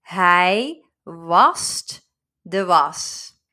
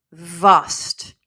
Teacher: With a W, it's a bit of a drier sound. You don't use your lips to produce the sound. Whereas with the V, you feel it like tickle on your lips.